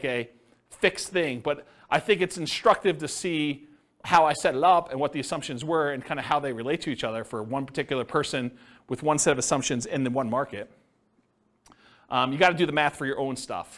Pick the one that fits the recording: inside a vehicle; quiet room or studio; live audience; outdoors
live audience